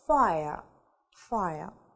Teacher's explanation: Это получается три звука в одном слоге сочетаются, да, и получаем ая, ая.